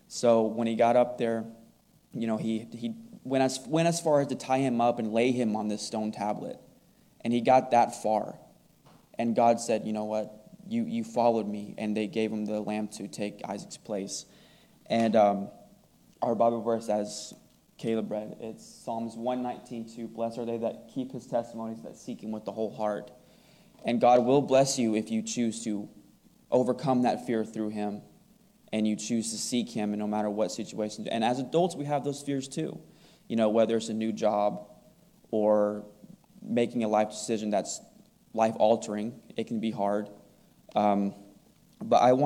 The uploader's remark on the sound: Recorded on July 2, 2022, at the Ringgold Seventh-day Adventist Church. VBS wrap-up service devotional.